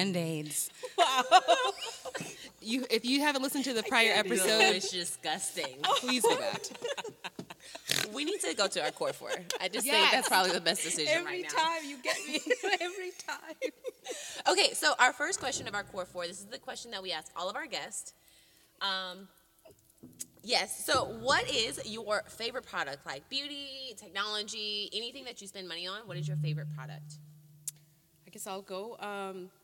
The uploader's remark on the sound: Sorry in advance for all the mic noise!